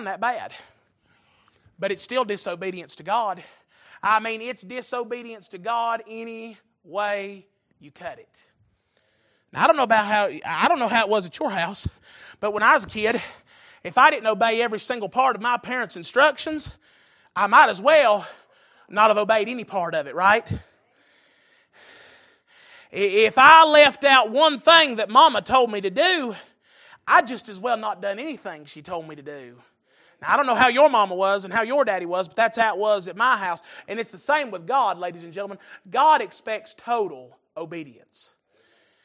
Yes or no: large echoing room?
yes